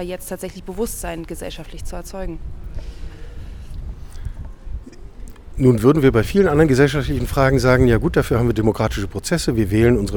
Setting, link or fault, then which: setting, busy venue